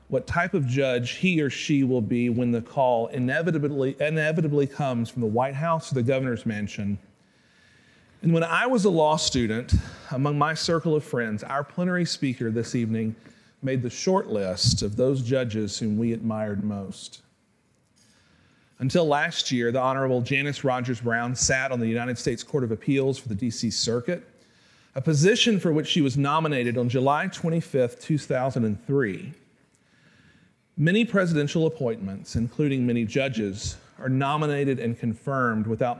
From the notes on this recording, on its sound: delivered an evening plenary address as part of Acton University 2018